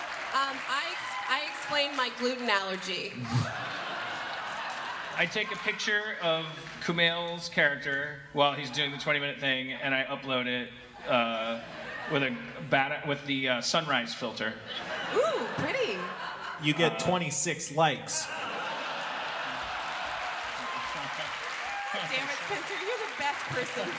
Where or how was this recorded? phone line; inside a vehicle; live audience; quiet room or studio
live audience